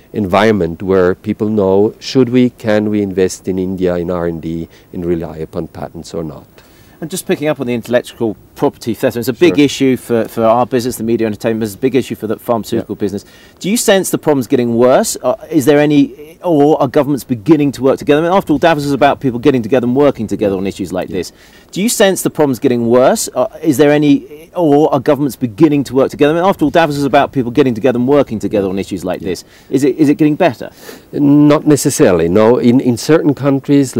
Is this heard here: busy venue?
yes